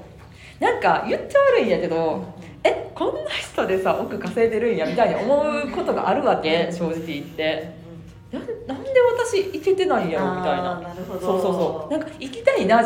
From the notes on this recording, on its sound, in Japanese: イベント公開収録。